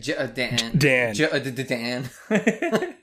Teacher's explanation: We're calling him Jadan. You gotta get that glottal stop in there